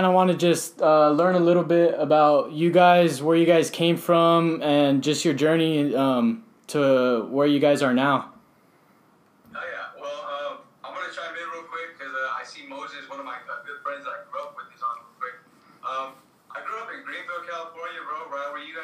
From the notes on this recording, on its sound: We apologize if the audio is low, we are still trying to get the hang of this.